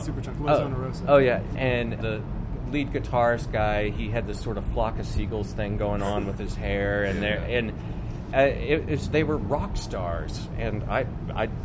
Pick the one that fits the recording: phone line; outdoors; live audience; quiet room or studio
outdoors